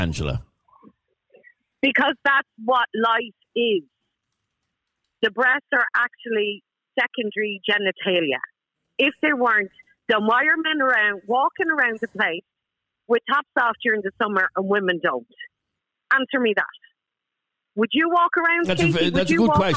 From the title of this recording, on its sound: Hangs Up On "Knuckle Dragging Cave Man" Caller Live On Air